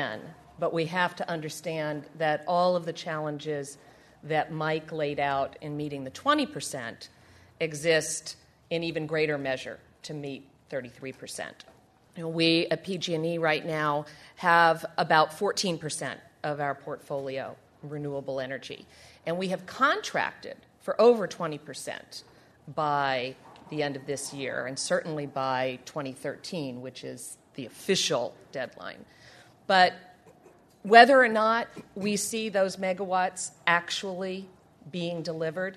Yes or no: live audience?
yes